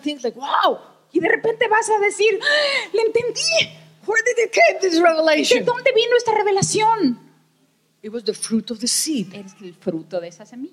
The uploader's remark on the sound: Was given during the 2023 Annual Conference in Jacksonville, Florida USA. Bilingual Message (English with Spanish Translation).